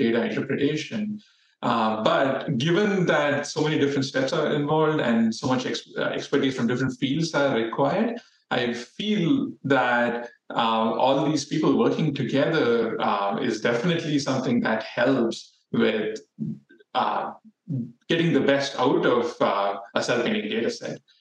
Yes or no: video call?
yes